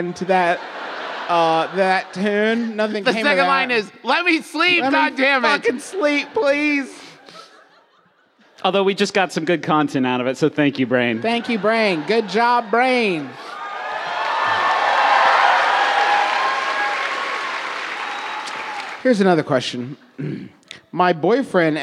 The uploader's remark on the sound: We apologize to the city of San Jose for how many pranks we did on this episode, in which we celebrated the Great Pranking Day while recording a live show.